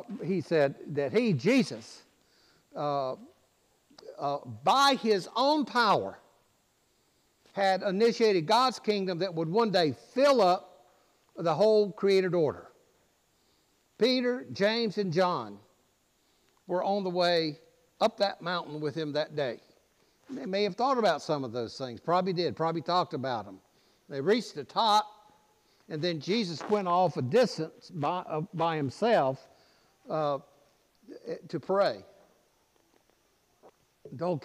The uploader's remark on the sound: preached at All Saints Anglican Church in Charlottesville, VA on August 6